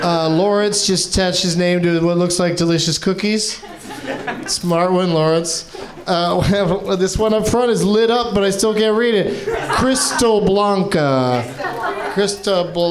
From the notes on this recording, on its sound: Live from the NerdMelt Showroom in LA